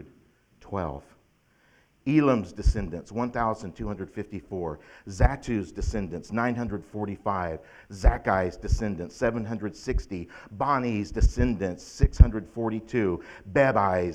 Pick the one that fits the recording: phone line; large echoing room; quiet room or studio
large echoing room